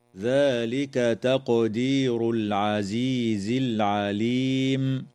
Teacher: تقلقل القاف في كلمة تقدير